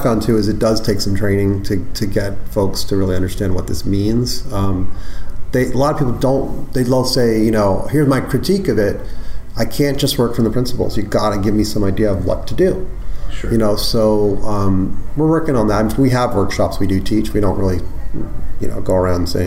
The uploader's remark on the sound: at the AgileIndy Conference in Indianapolis, Indiana